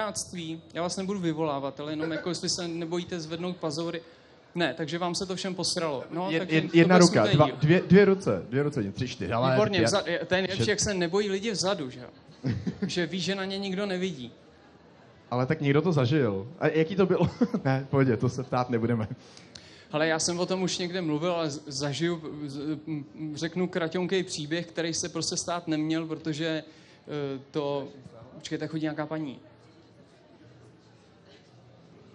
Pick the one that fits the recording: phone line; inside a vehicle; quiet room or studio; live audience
live audience